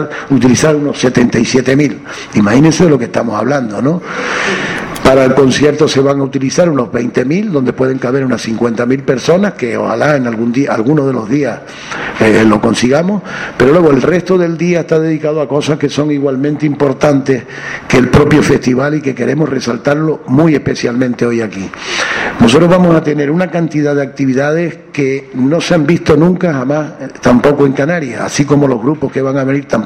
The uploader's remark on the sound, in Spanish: Rueda de Prensa Rock Coast Festival 2012